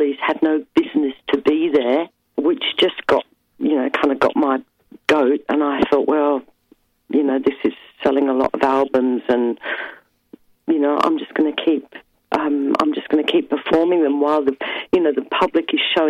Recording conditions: phone line